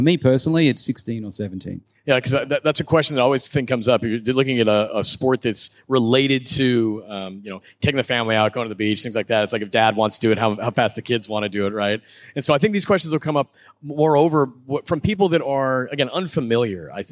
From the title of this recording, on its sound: (LIVE) Electrify Expo - Miami